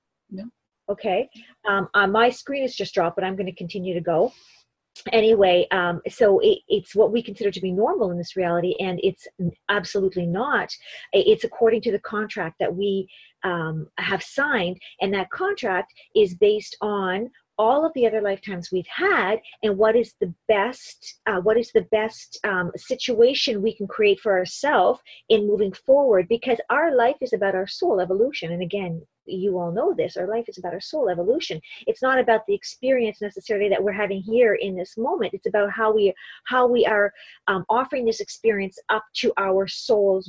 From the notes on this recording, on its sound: This is the audio from the video webinar that was pre-recorded. Video panel discussion.